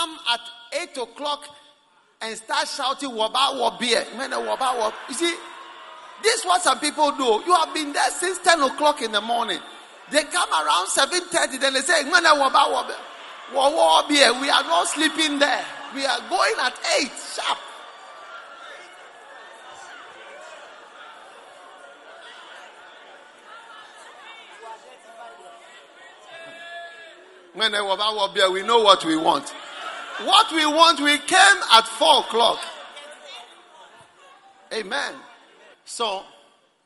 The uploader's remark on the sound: Preached at the Prophetic Encounter Service.